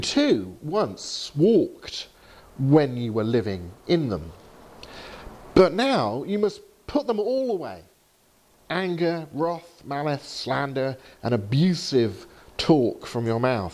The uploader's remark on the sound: Training seminar at Highfield Church, Southampton, October 2019